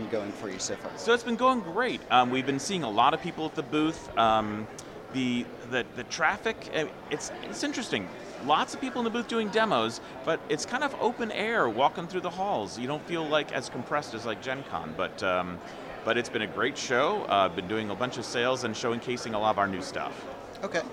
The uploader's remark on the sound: The SwarmCast was at Origins 2019, and we recorded with some pretty cool folks!